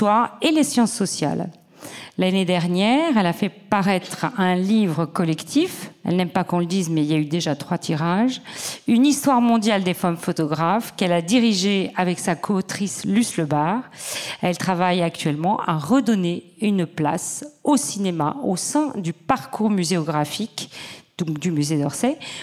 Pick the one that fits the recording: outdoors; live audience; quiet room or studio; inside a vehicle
live audience